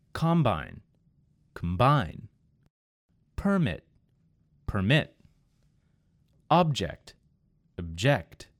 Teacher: In the first word, it was on the first syllable or part of the word. And then, in the second word, I moved the emphasis to the second syllable of the word, and it changed the meaning of the word entirely.